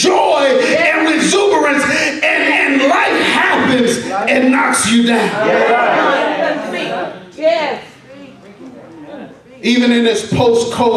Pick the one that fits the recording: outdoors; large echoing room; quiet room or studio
large echoing room